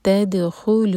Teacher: تد یہاں دال پر قلقلہ